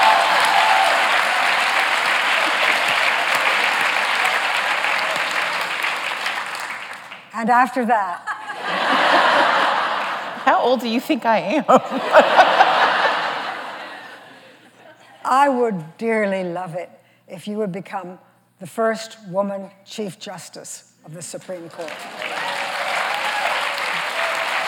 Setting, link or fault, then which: setting, live audience